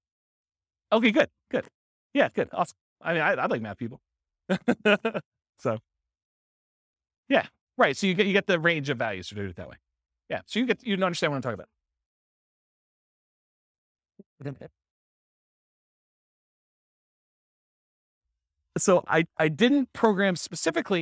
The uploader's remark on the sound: This was a live class recorded